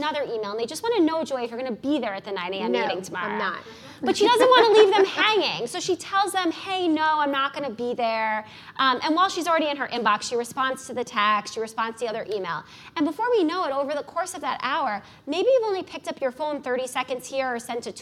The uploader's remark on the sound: In this LIVE podcast recording, the audience listens